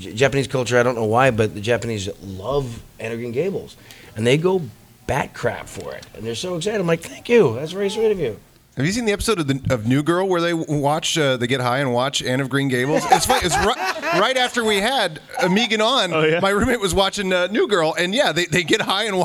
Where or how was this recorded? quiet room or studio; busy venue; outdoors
busy venue